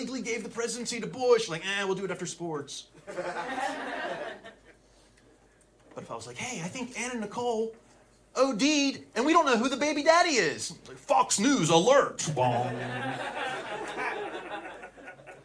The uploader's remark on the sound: Recorded at Flappers Comedy Club in Burbank, CA